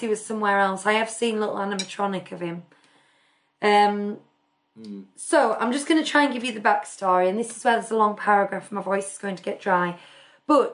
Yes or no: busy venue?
no